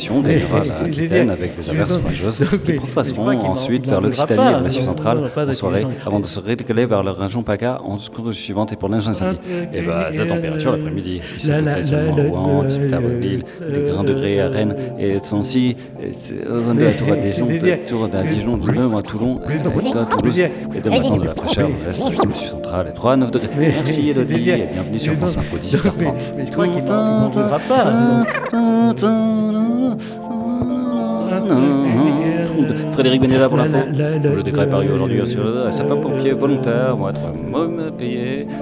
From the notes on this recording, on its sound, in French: Radio Actoral 2022. Raconte des spectacles du festival à des gens dans la rue.